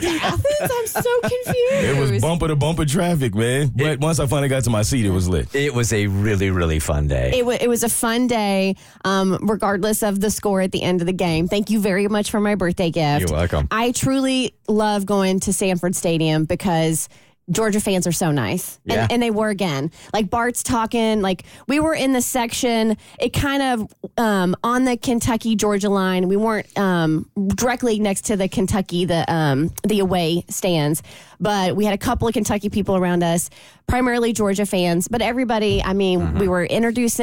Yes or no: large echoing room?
no